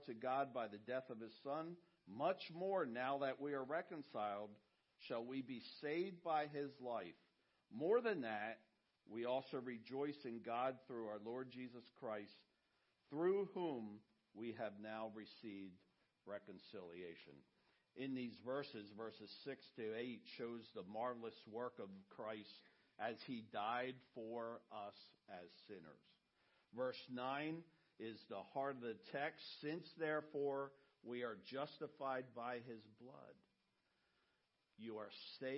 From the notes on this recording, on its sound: message he preached at Redeemer